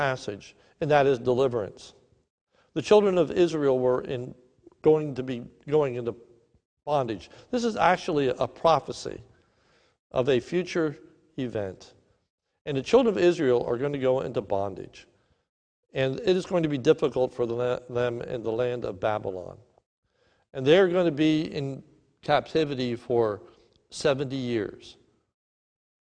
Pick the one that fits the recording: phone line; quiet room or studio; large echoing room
large echoing room